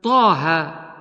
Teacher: مد الطاء والهاء مد طبيعي بمقدار حركتين كما سمعنا، ياسين مد الياء طبيعي، ومد السين مد لازم حرفي